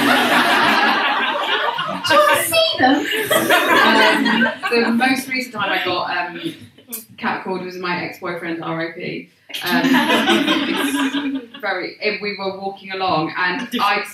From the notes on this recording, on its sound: Recorded at Waterstones Gower Street